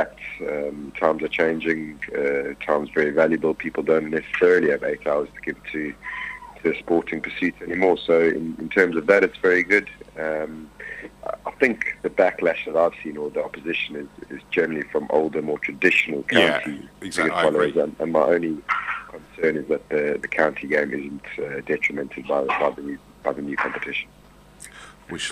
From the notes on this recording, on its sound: We chat on the phone